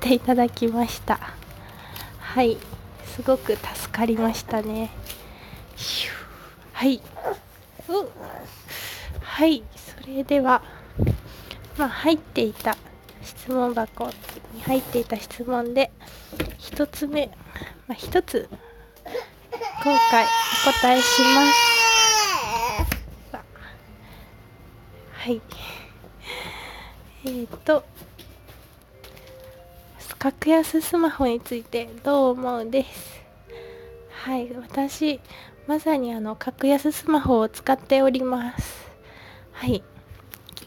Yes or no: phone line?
no